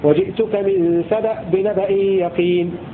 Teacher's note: روى قنبل بسكون الهمزة هكذا